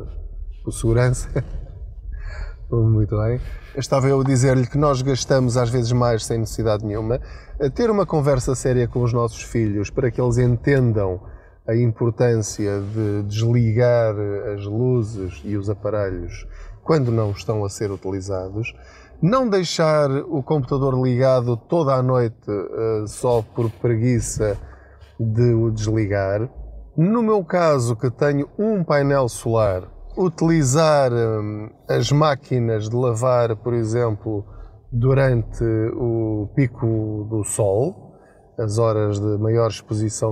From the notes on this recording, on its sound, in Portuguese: Não ligue aos barulhos da viagem.